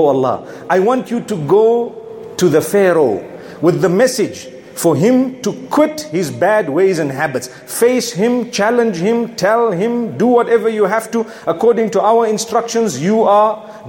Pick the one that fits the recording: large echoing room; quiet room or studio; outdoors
large echoing room